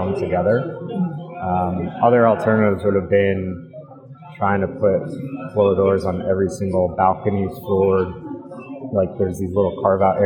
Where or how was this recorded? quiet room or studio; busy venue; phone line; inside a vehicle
busy venue